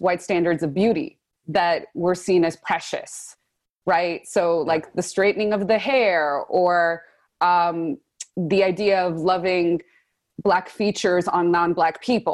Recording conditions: video call